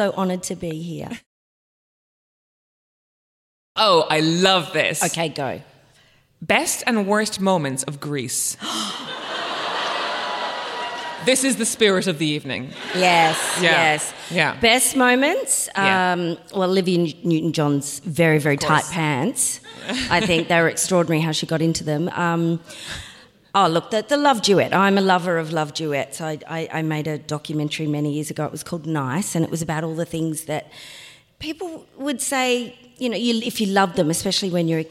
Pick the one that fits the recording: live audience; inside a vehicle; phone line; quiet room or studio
live audience